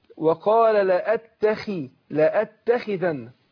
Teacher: يبقى الخاء مكسورة هتاخد أدنى درجات التفخيم